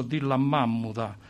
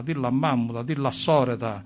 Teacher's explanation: noi fiuggini spesso facciamo iniziare le parole da due consonanti uguali